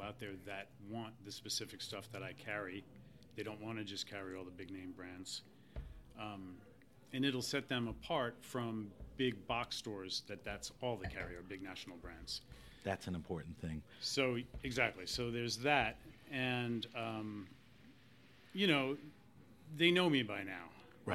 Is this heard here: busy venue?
yes